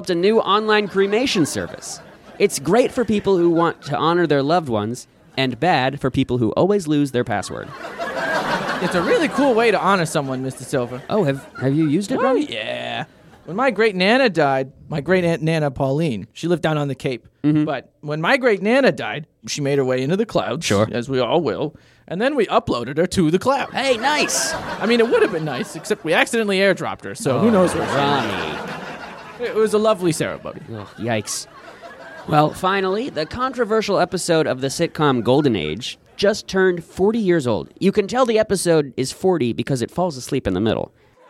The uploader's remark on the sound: Recorded at Improv Asylum in Boston Massachusetts.